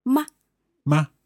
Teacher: And the neutral tone is very short and light.